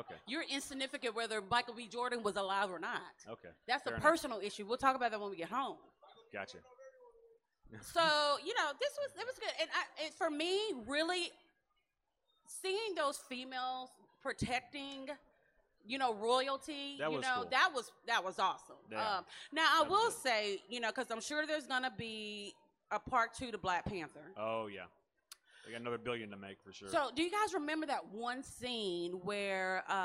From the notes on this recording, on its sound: The Libra Lounge comes at you from the main floor of Comicpalooza 2019 in Houston, TX.